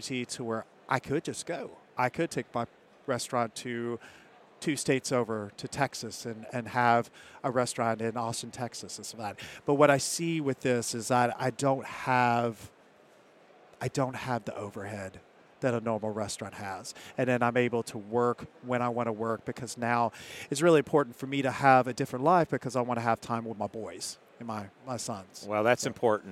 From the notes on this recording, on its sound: This episode was recorded during the National Restaurant Show in Chicago.